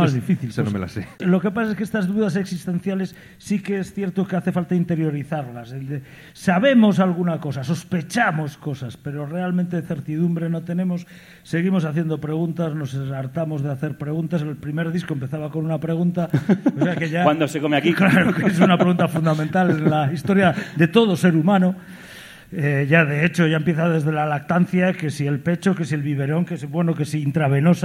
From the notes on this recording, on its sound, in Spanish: Especial grabado desde el Centro Dramático Galego de Santiago de Compostela, nueva parada del #EnCrudoyEnDirecto: el formato de conciertos y entrevistas íntimas de Carne Cruda llega a tu ciudad.